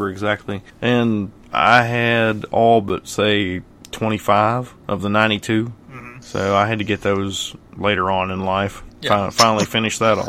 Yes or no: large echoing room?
no